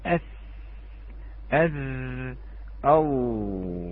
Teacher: والذال يخرج قليلا، الثاء شيء بسيط أكثر من الذال